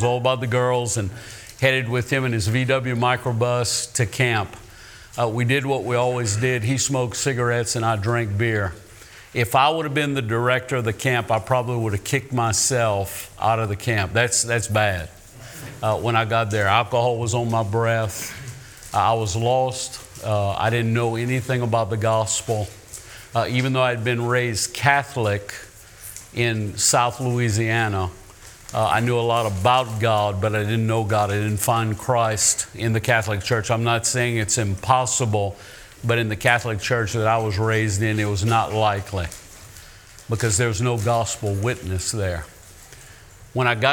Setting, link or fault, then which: setting, live audience